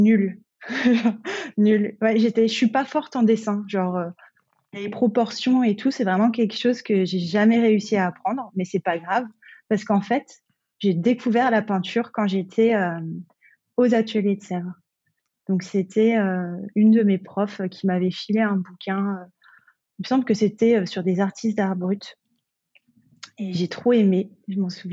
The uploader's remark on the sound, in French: Donc j’ai fait de mon mieux pour corriger les petits problèmes de son. Je ne suis pas encore tout à fait à interviewer en visio.